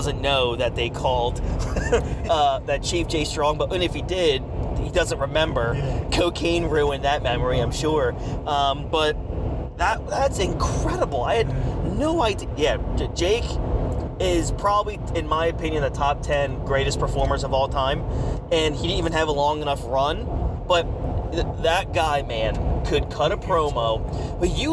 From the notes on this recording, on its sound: Are on the road heading to The Big Event in New York and decided to record a new pod! Pardon the background noise.